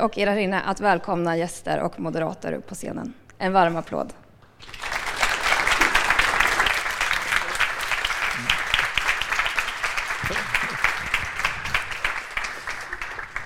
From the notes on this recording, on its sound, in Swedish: Den 27 februari 2020 anordnades en studentafton. Fyra skickliga bostadsexperter har bjudits in för ett lösningsorienterat samtal.